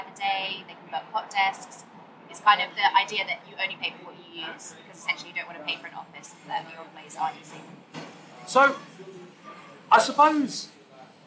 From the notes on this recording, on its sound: interviews recorded on the floor of the conference - so there is a little background noise